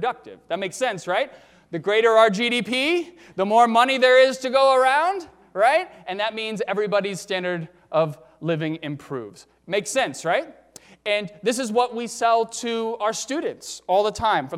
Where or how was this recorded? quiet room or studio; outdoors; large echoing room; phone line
large echoing room